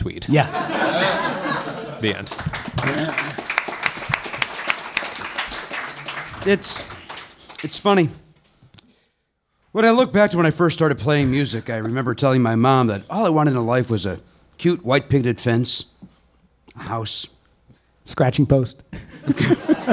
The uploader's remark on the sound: This show was recorded in front of a LIVE audience. At the NerdMelt Showroom in Hollywood, CA.